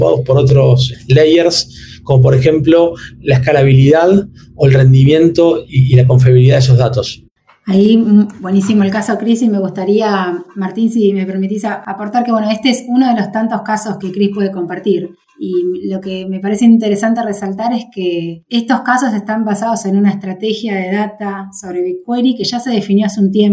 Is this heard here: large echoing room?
no